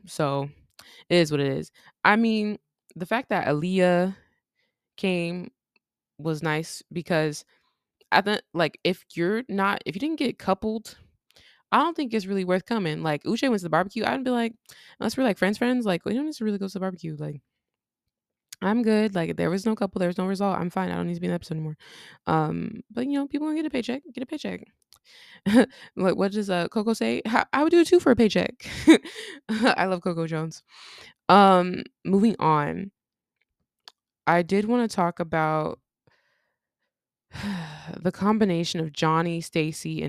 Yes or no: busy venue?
no